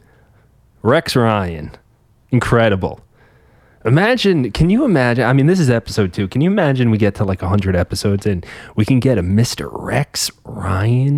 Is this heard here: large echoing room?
no